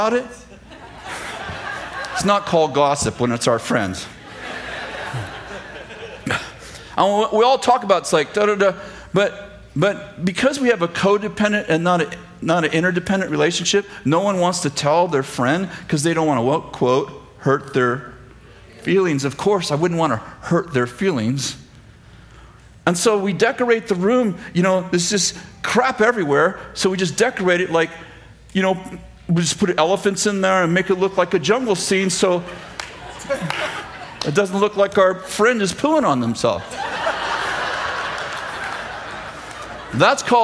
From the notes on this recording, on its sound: throwback sermon from September 6th, 2015, at Bethel Church in Redding, CA